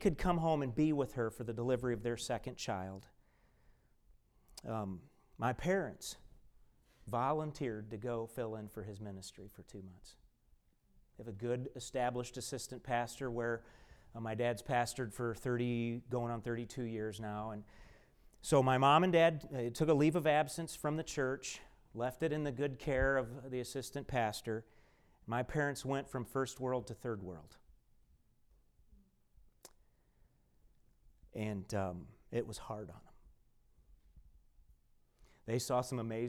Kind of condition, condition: setting, large echoing room